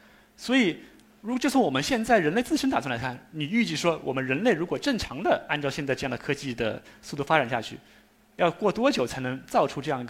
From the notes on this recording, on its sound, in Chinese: 一席现场